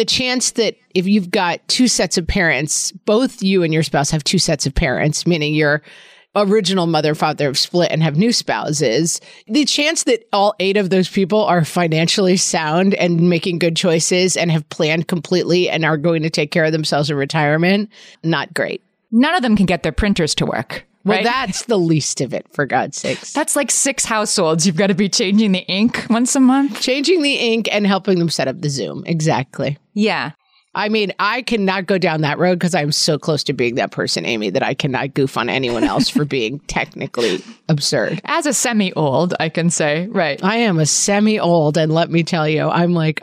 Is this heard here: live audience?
no